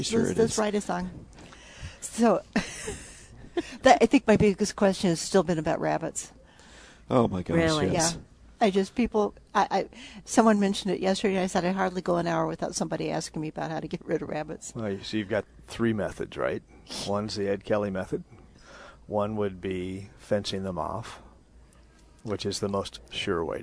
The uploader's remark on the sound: Plant Experts Live at Prairie Gardens.